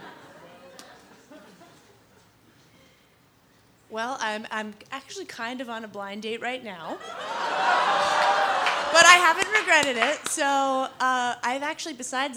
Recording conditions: live audience